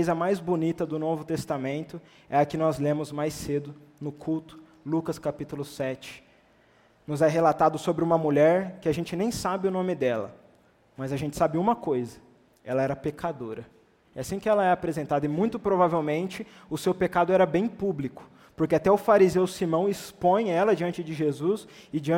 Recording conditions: large echoing room